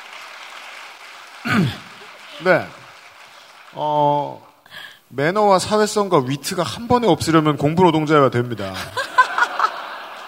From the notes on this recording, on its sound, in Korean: 500회 특집 공개방송